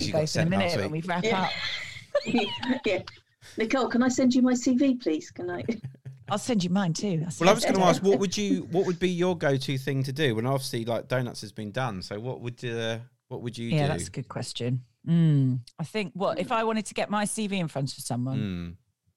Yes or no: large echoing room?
no